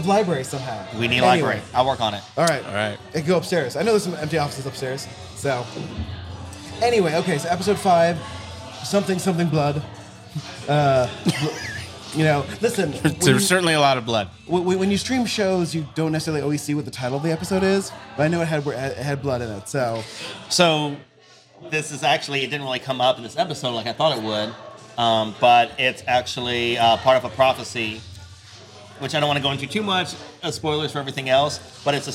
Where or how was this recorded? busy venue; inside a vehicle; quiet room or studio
busy venue